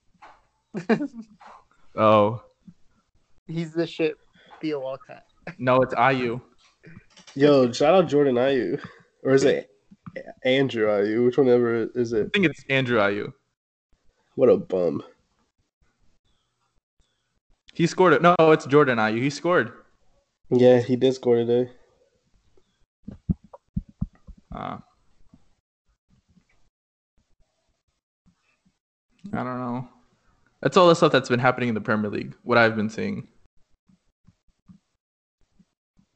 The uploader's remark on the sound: skype recording test - not edited